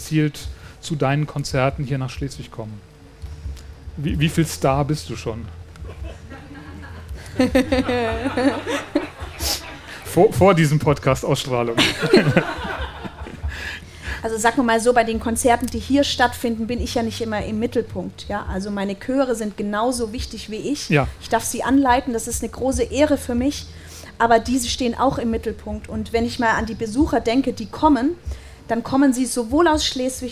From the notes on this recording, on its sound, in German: Live auf dem Norden Festival. Auf dem Norden Festival in Schleswig haben wir live vor Publikum.